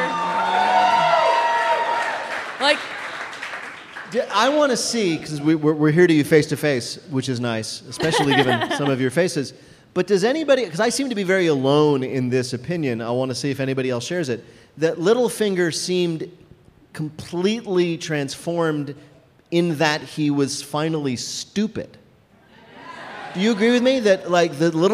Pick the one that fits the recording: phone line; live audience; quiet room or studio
live audience